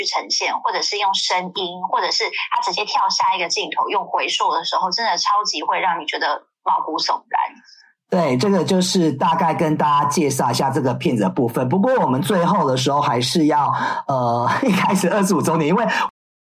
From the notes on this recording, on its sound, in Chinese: Tokyo。遠段錄音 ,音質請見諒。